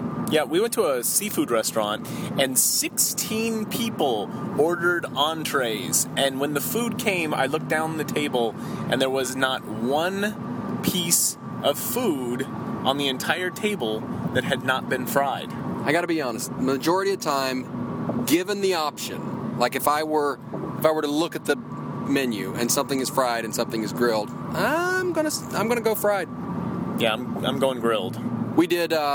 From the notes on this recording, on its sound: Do their first show while driving to the Johnson Space Center in Houston, TX.